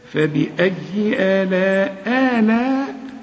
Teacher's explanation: إنما المد بتاعت آلاء ده مد واجب لازم تمد أربع حركات